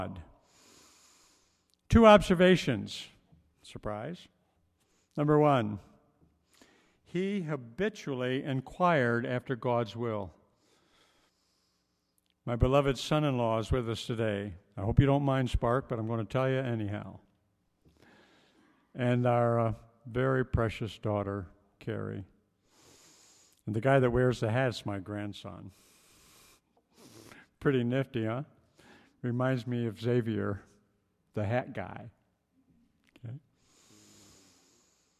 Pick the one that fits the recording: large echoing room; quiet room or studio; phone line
large echoing room